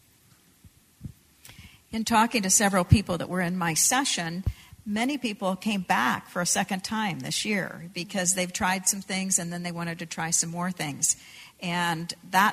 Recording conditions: live audience